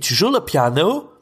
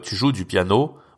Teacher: Mais vous voyez que quand il me dit tu joues le piano, bon c'est une question en plus, donc c'est pas un, problème de, de monter la voix, mais nous, vous voyez, même quand on pose une question, on va pas autant monter la voix. · Shown in: second take